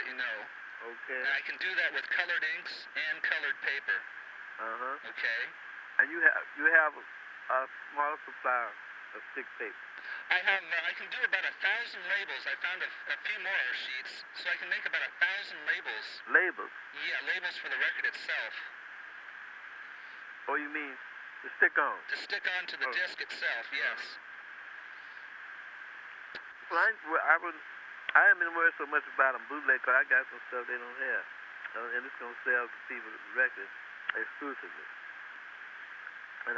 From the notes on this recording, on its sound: September 1985 phone call